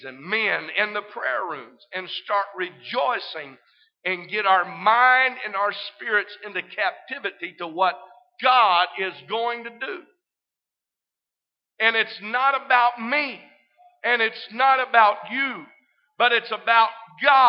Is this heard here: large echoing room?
yes